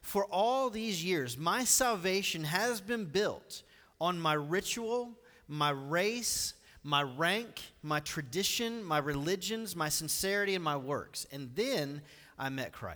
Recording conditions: large echoing room